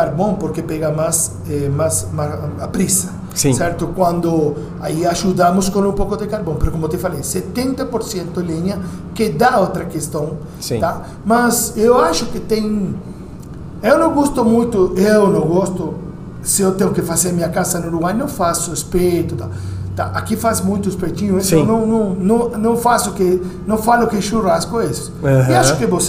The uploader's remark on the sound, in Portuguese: Esse episódio foi gravado dentro do restaurante, com todos os sons e barulhos do momento, e até uma cumbia que você vai conseguir ouvir ao fundo.